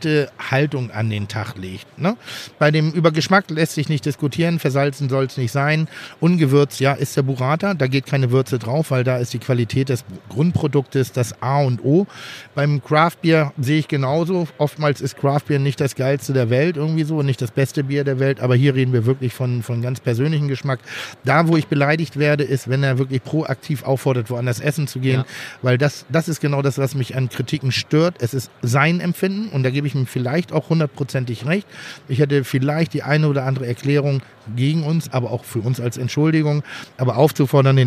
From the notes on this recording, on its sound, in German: Live vom OMR Festival 2019. Diese Online Marketing Konferenz in der Hamburger Messe nutzen sie, um ihre Hörer auch mal zu Wort kommen zu lassen.